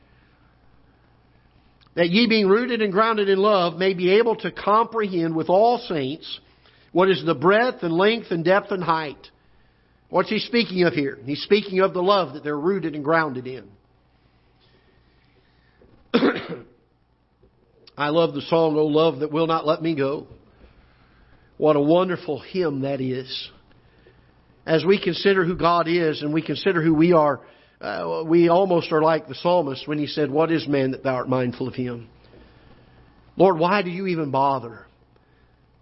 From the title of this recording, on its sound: Ketha Heights Baptist Church ~ Live Broadcast